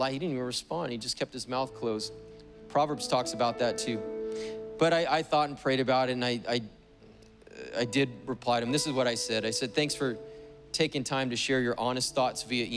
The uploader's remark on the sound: Was preached on July 18th at the 11:30AM service.